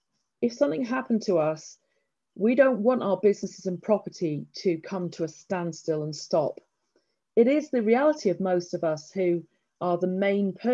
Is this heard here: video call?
yes